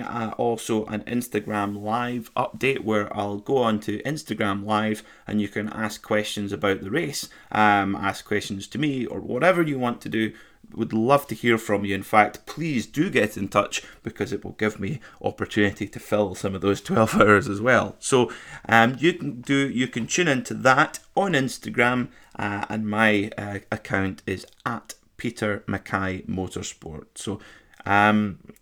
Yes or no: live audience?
no